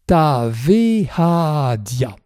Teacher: qui se prononce TA-VE-HA-DIA, avec la fusion des voyelles